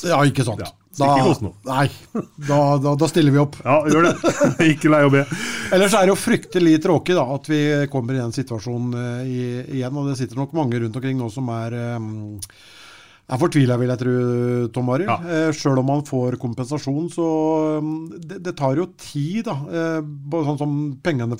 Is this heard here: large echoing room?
no